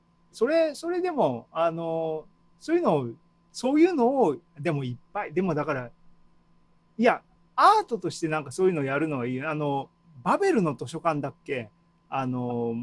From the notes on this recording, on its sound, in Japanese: ZOOMライブの模様です